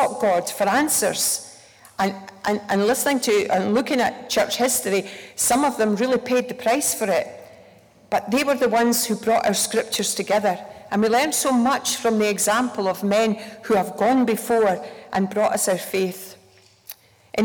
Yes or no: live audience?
yes